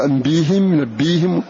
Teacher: ما دام أن الياء قد كسرت والهاء بعدها فينبغي أن نكسر الهاء نظرا لحركة الياء التي قبلها